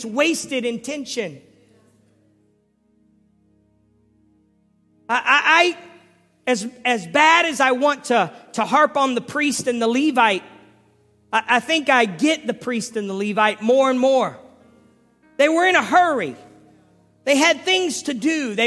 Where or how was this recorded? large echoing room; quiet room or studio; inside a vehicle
large echoing room